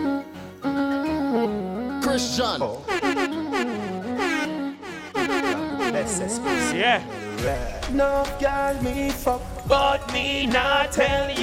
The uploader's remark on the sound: LIVE AUDIO FROM BOTTLES AND BADDIES THURSDAY NYC